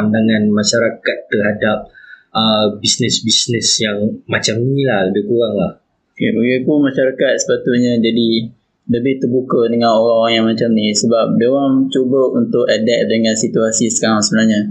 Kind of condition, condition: fault, poor sound quality